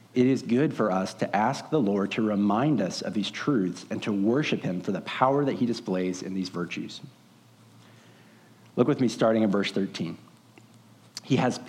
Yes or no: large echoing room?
yes